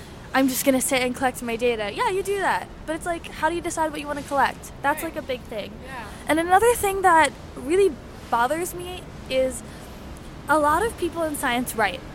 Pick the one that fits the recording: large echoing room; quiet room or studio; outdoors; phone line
outdoors